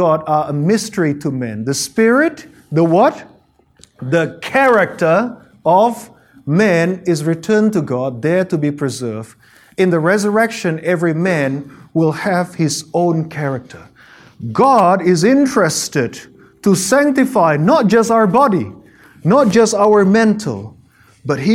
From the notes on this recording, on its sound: Presentation given at the AMEN Australia 2018 annual conference held in Adelaide, Australia